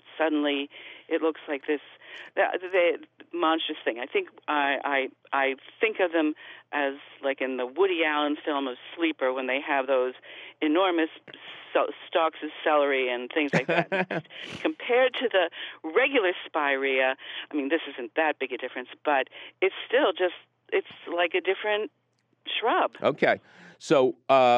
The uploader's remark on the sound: your useful phone calls!